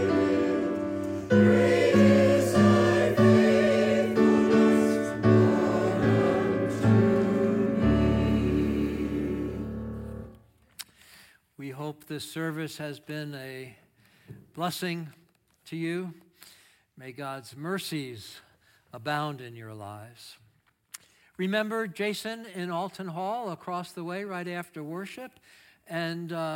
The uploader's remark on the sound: Audio of our worship service on 5/7/23. Streamed live from our campus in Westlake Village, CA.